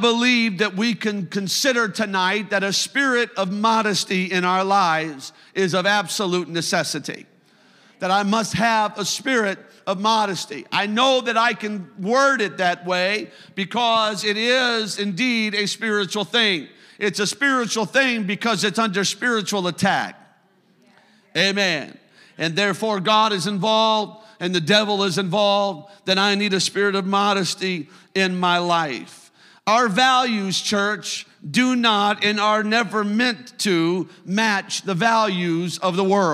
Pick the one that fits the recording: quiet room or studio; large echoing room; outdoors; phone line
large echoing room